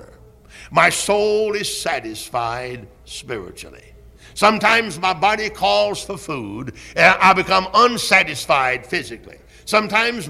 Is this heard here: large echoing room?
yes